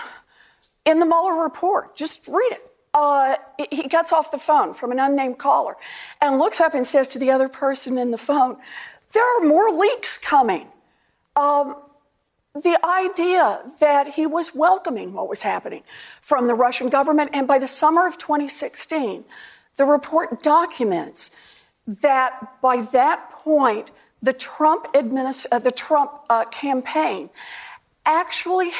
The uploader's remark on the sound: during a live town hall